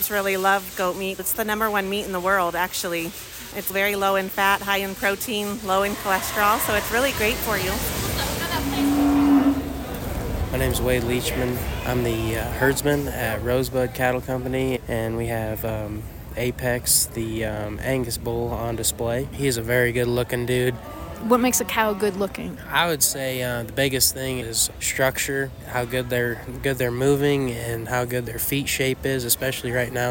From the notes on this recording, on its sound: as part of a live broadcast from Aspen Ski Week